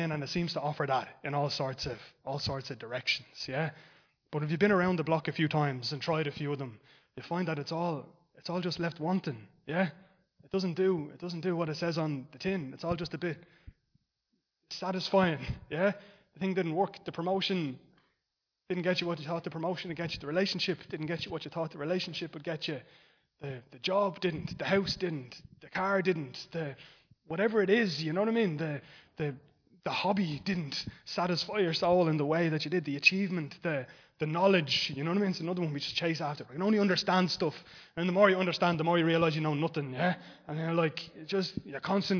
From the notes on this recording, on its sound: Recorded live in Liberty Church on 8 Jan 2023